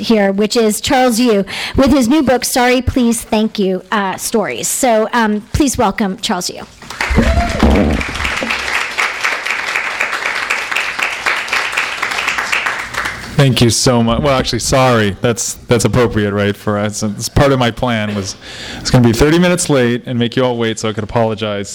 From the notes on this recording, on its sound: THIS EVENT WAS RECORDED LIVE AT SKYLIGHT BOOKS JULY 25, 2012.